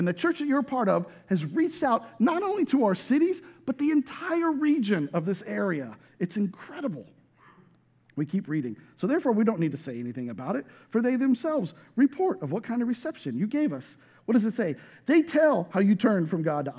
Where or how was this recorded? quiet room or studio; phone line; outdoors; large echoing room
large echoing room